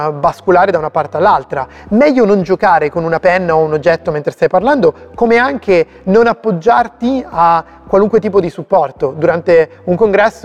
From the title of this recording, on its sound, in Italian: Presentazione dal vivo